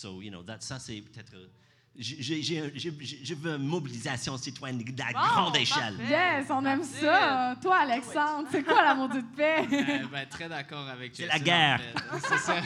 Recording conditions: live audience